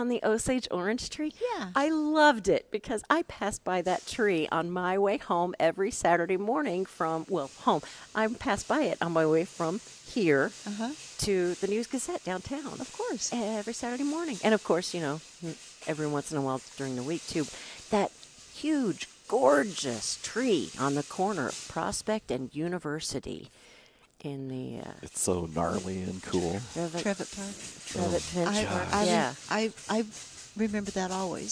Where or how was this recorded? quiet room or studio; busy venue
busy venue